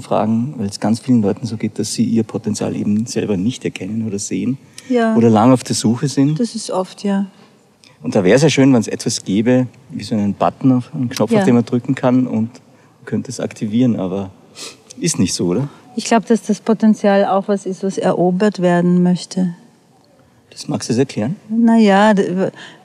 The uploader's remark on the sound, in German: Haben die beiden den Podcast kurzerhand im Gehen aufgenommen. Sie sind eine Stunde lang durch den Park des Schlosses Schönbrunn in Wien gewandert und haben sich dabei aufgenommen.